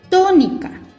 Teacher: Suena más fuerte en la antepenúltima sílaba y es la sílaba to.